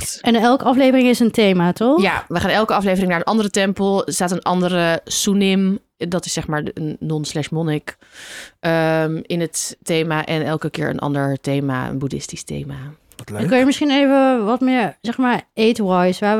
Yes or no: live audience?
no